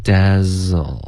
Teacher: Who's making thedecision？你要注意重音 who 跟 s，OK，不是 make。嗯，Maggie， I think I know how to dazzlehim。这个不错，dazzle 的这个 z 有一点 dazzle，有一点 z。就是儿子的这个子的音了，不应该爆破，OK，是一个摩擦音